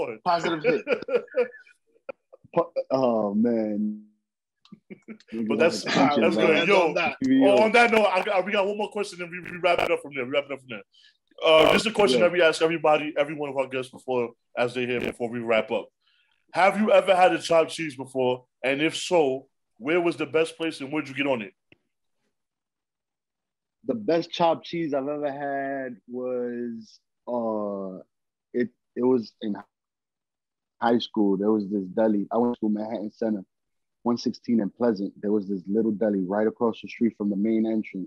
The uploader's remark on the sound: With the zoom vibes this week. We apologize we are working on a permanent spot at the studio.